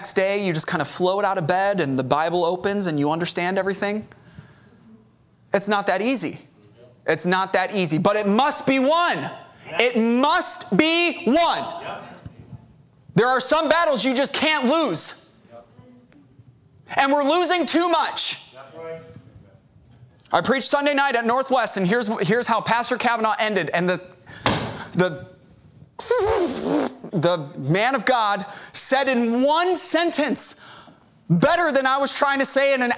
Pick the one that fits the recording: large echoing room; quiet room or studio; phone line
large echoing room